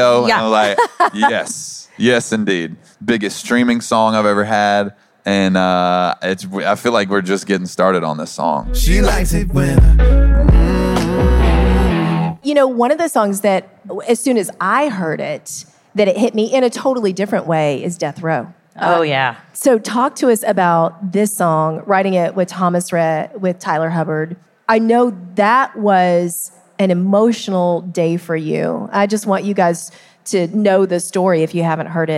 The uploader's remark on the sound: Fans ask the questions and share the laughs in the second of three episodes recorded at CMA Fest!